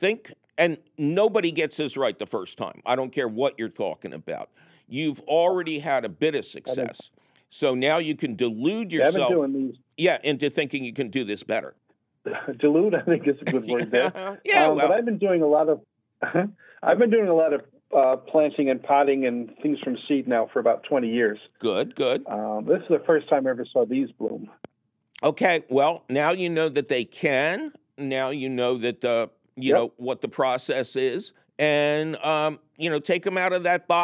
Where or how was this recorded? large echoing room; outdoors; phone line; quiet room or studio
phone line